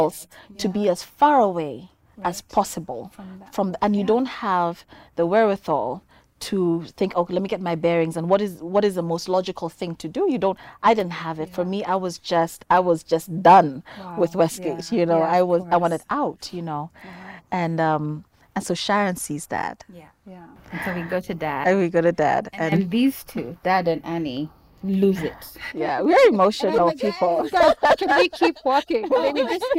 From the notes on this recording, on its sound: This episode was recorded outside, hence the sounds of nature